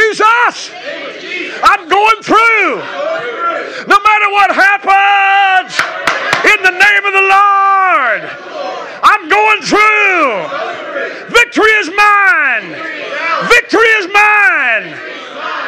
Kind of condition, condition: setting, large echoing room